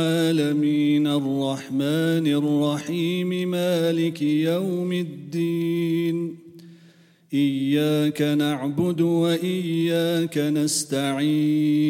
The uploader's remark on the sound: At the Houghton Masjid (West Street).